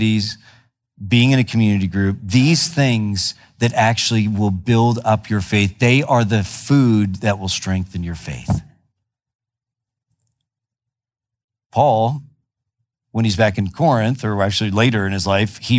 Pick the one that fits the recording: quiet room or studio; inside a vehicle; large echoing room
large echoing room